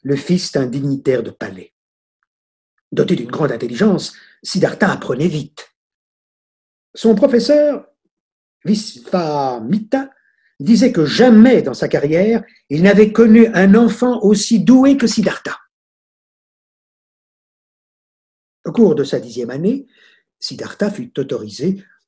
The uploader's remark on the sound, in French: Sessions en direct de 2020 par téléconférences.